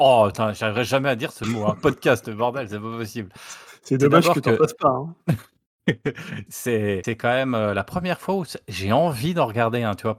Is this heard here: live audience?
no